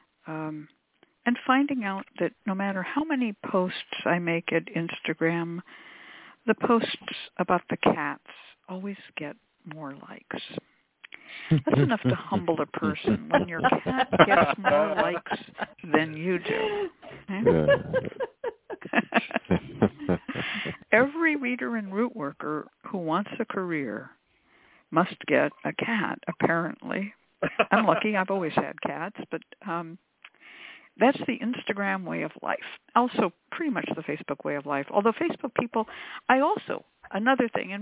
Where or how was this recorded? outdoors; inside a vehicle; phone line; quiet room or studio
phone line